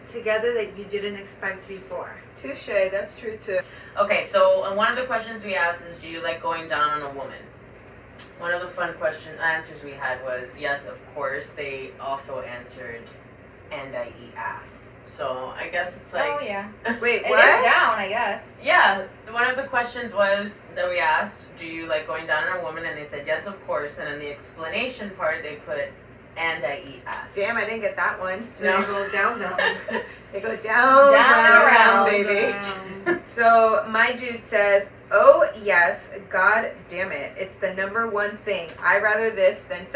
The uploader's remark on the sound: please bear with our sound, it was damaged during recording.